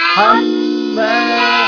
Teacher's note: حرف غنة مشدد. ميم شدة وفتحة بغنة حركتين.